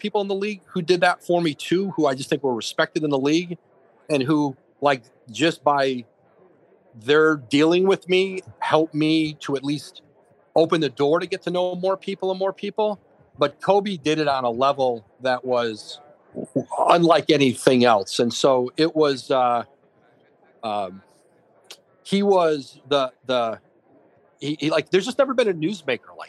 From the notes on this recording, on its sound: Live from radio row in Miami